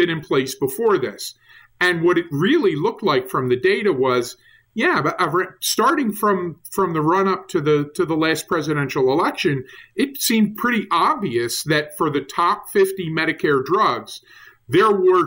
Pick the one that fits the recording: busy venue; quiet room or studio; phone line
quiet room or studio